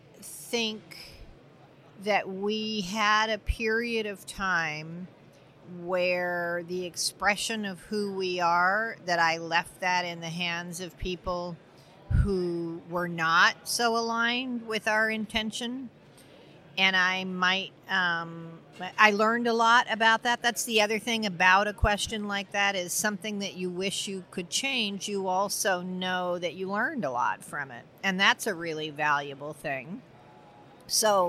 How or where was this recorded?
busy venue